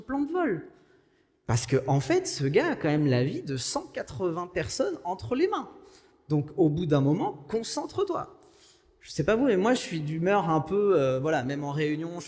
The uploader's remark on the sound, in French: Enregistré à l'église CVV, le 06/06/2021